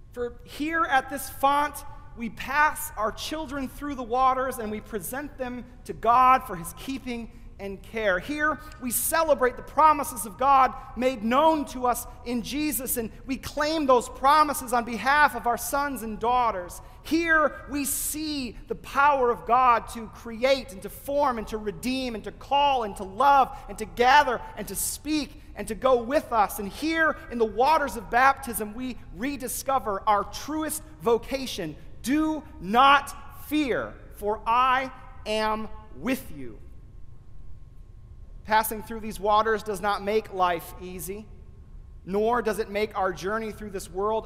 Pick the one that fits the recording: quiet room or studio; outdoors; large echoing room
large echoing room